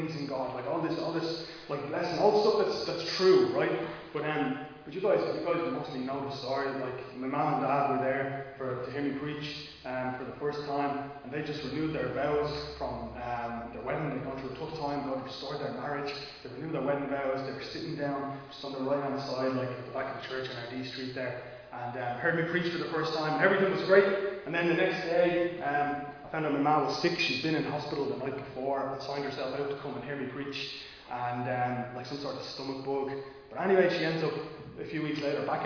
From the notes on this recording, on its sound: Recorded live in Liberty Church.